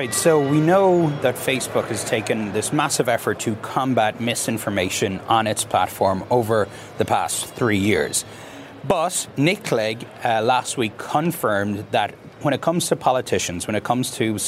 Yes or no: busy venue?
yes